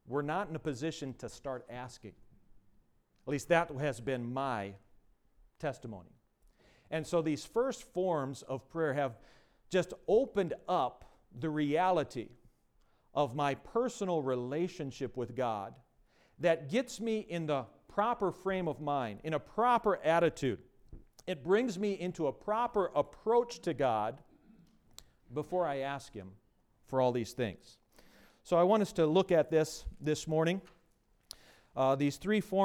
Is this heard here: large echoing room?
yes